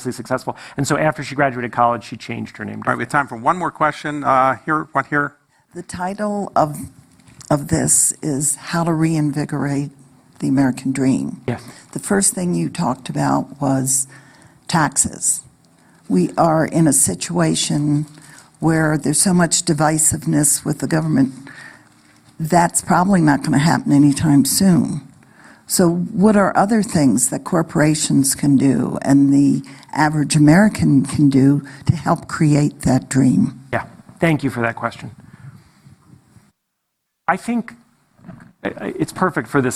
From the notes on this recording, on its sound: on stage at the festival